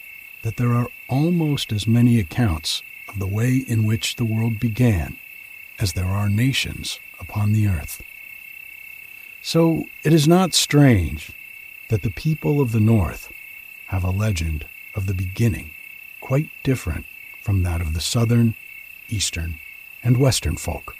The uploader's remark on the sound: The sound of crickets I recorded at my cabin last summer.